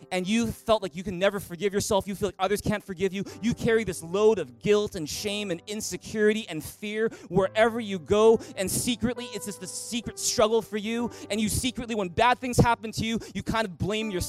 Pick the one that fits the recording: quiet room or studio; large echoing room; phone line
large echoing room